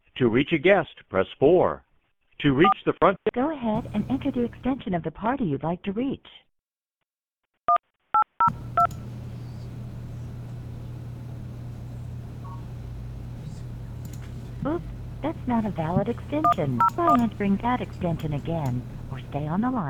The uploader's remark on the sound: A spattering of calls from the live show.